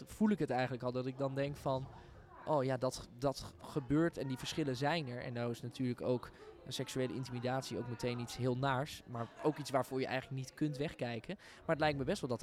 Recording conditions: busy venue